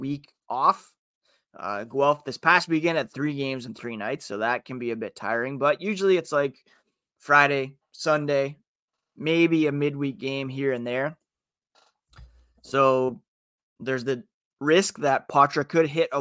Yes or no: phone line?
no